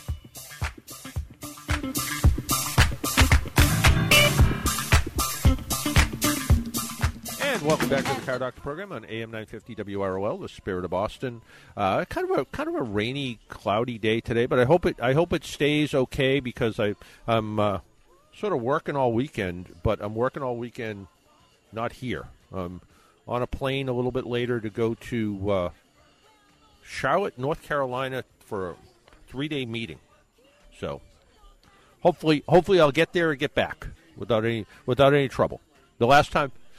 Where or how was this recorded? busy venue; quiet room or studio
busy venue